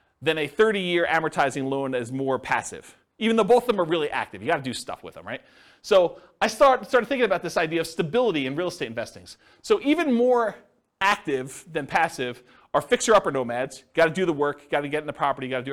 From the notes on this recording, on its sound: This was a live class recorded